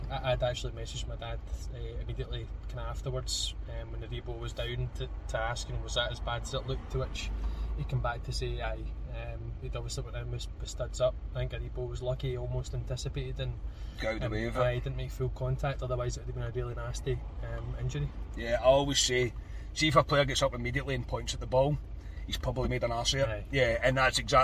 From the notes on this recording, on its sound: From the car outside Ibrox.